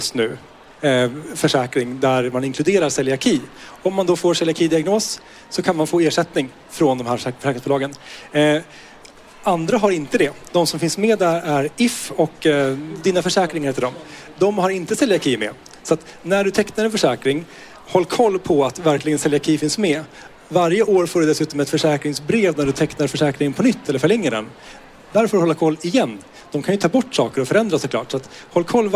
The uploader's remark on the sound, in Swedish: poddar live från Mat för livet-mässan!